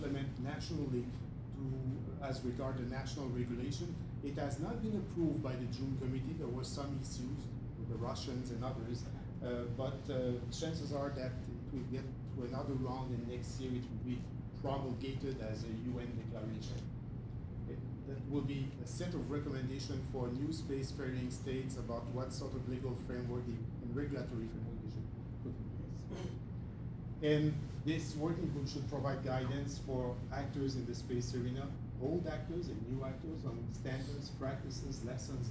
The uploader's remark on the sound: This podcast was recorded on July 10th at the bi-monthly meeting of the Canadian Space Commerce Association in Toronto.